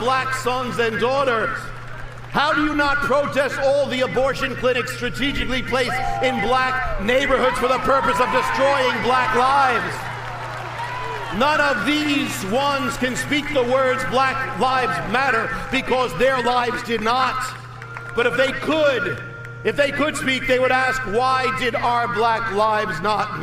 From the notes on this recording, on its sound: delivered at "The Return" event in Washington, D.